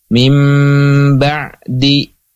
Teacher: Ya, insyaallah iqlab ini mudah karena hurufnya hanya satu yaitu huruf ba. Jadi ketika nun sukun bertemu dengan ba, maka nunnya ganti menjadi mim ya. Dan ada gunnah mutawalah. · Nunnya berubah menjadi mim. Menjadi mim. Kan terus ada gunnah mutawalahnya.